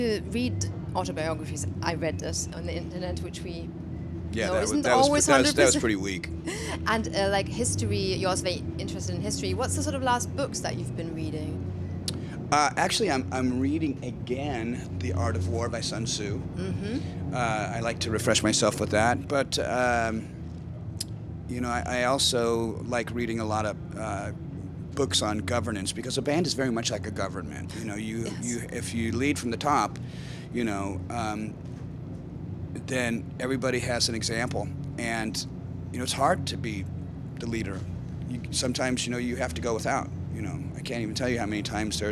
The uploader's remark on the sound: At Wacken Open Air 2017 I got a chance to chat